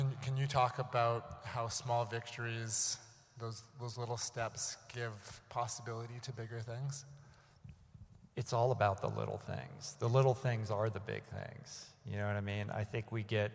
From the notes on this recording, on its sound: recorded live in front of an audience